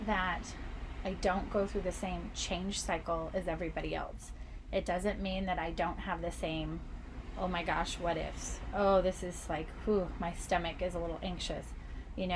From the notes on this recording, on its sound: This episode was recorded aboard the beautiful Disney Dream while crossing the Atlantic Ocean. So, come sip with me to the sounds of the ocean.